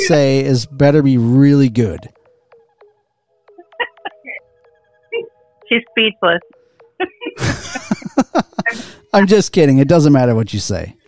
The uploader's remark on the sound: We spoke to a woman on the phone. Messed around with all the new knobs and buttons on our new recording equipment.